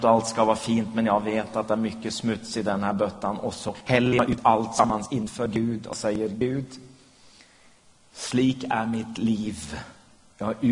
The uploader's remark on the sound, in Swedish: Inspelad i Smyrnakyrkan, Göteborg 2011-04-23.